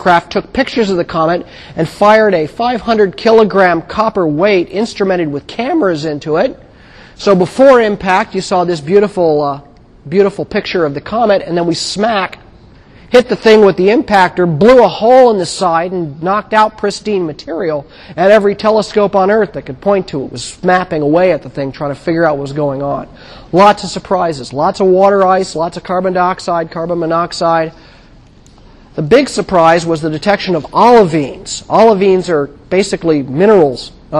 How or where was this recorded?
large echoing room